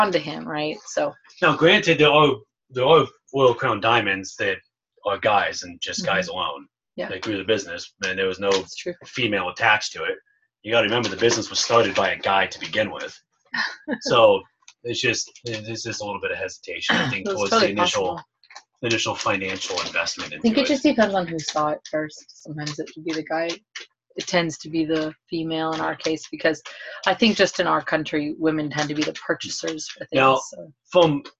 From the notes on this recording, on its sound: Zoom call - I believe this one was from our hotel room at convention, the file may be cut off halfway through. There were a lot of technical issues!!